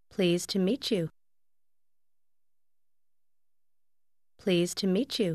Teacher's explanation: Bạn hãy lưu ý đến các từ trong câu này được phát âm thế nào khi đi liền với nhau. Từ đầu tiên kết hợp với to tạo thành một âm giống như từ please với nghĩa lịch sự và hai từ cuối cũng được phát âm liền với nhau.